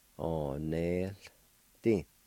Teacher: And in this word, there's a faint H sound between the E and the L, and the O is silent.